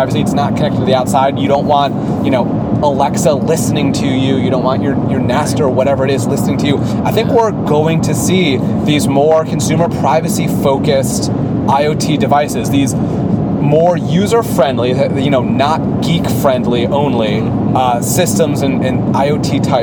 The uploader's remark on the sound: The guys hit the road and record on the way to CES!